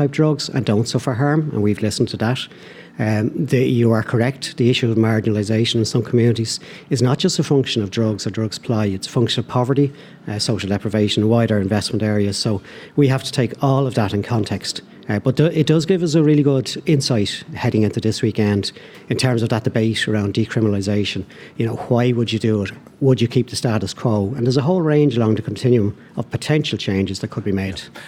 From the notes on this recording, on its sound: live from Aviva Stadium